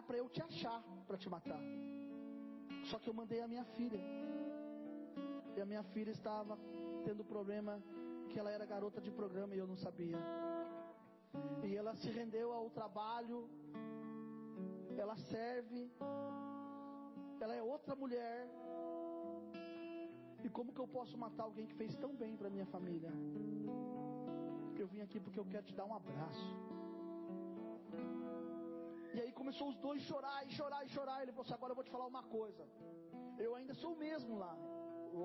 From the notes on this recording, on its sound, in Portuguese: Mensagem gravada em 23/04/2023 - Culto da Família